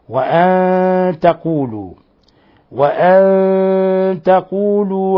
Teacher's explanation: نون ساكنة جاء بعد حرف التاء الحكم التجويدي إخفاء حقيقي